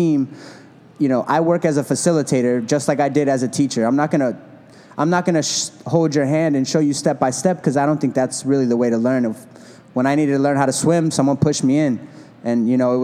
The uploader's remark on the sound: At a panel recorded at Chicago Athletic Association Hotel